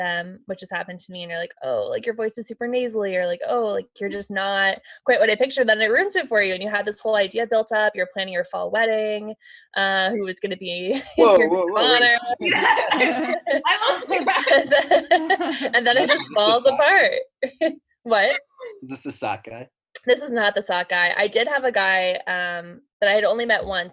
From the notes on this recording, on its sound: the first Zoom date on the pod